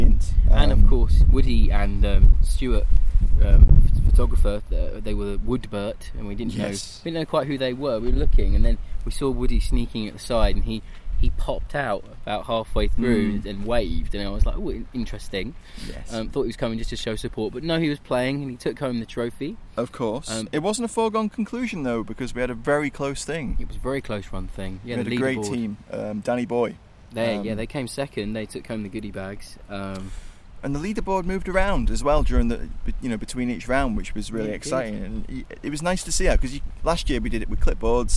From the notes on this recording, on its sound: We Have Ways Fest Wind-down 2022. Apologies for some of the wind noise, it was a gusty day!